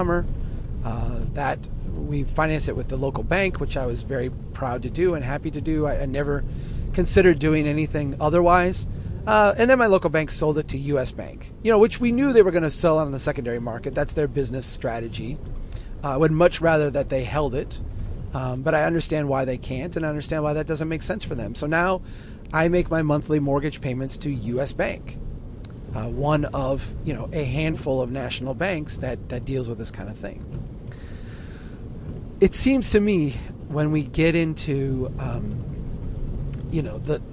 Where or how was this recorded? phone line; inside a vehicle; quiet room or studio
inside a vehicle